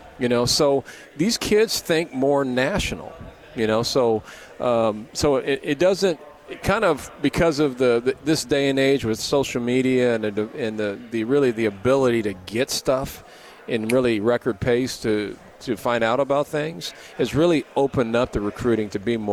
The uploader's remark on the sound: LIVE from Pac-12 Media Day in Los Angeles, CA.